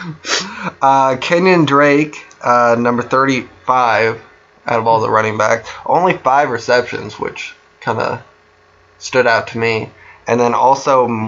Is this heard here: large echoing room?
no